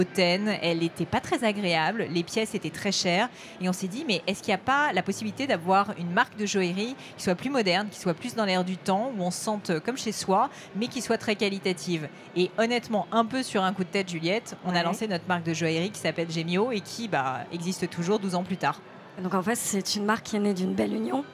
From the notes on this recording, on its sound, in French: Est un peu spécial, car il a été enregistré au BIG 2023, le plus gros événement autour de l’entrepreneuriat en Europe.